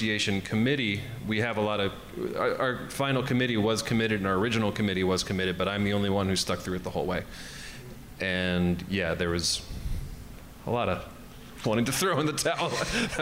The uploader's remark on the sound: live show recorded at Red Emma’s in Baltimore